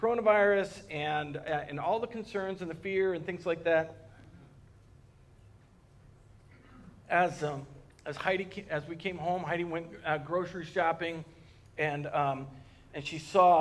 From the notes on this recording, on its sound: Recorded on March 15th, 2020 at Word of Life Church in Le Sueur, MN.